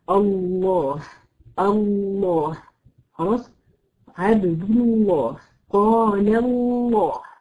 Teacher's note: اسم الله اذا سبقه ضم او فتح، يصبح اللام مفخمه، تصبح اللام مفخمه او مغلظه